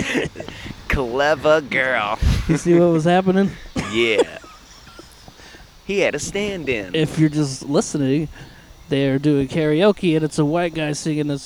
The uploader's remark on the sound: We are chillin outside, catching some rays and talking shit.